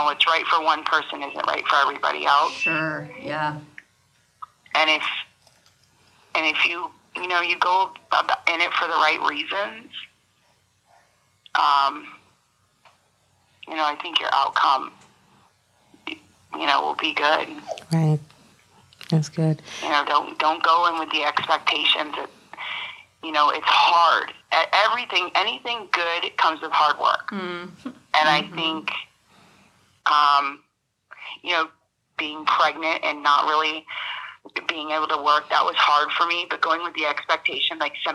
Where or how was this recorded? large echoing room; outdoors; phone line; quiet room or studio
phone line